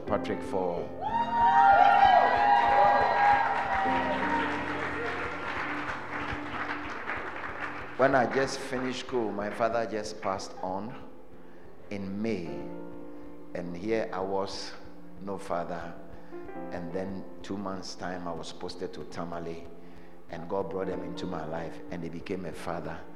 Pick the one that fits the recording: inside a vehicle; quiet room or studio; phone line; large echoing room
large echoing room